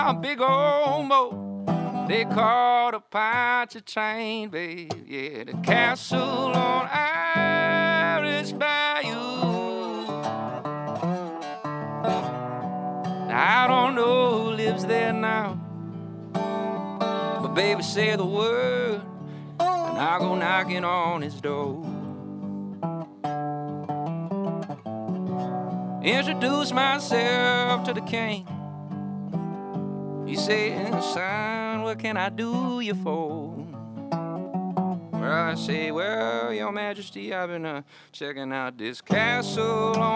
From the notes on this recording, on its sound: It's New Orleans Happy Hour is recorded at the iconic Maple Leaf Bar in Uptown New Orleans.